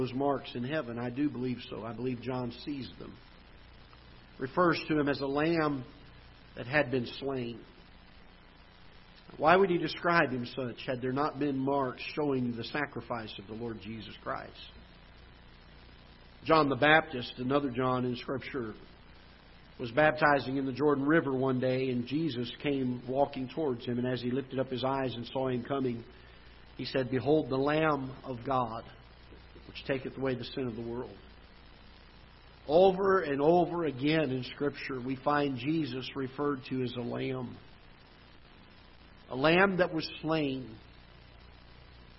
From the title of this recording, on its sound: Ketha Heights Baptist Church ~ Live Broadcast